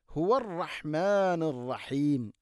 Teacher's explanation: തൊണ്ടയുടെ താഴെ ഭാഗമാണ് ഹുവ